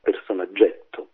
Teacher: come succede spesso nei prestiti vengono pronunciati con la vocale aperta